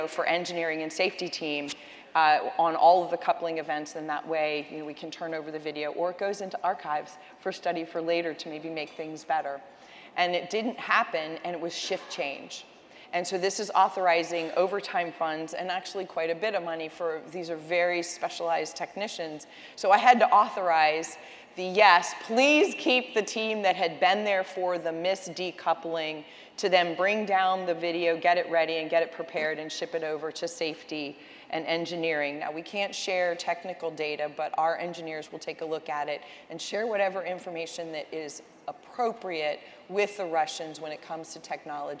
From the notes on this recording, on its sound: A special edition of The Daily Scoop Podcast from the ACT-IAC Executive Leadership Conference in Hershey, PA.